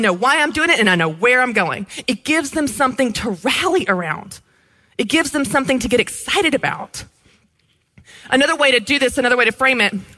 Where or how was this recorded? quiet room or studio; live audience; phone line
live audience